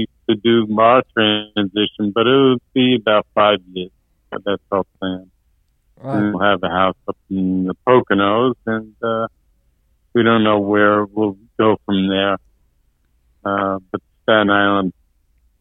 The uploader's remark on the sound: On this episode we had the opportunity to speak over the phone with Mr.